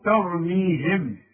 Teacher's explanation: ضم شفايفك بقى، تقول ترميهم، ده عند الوقف